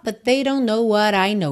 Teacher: Então, but they junta num T só.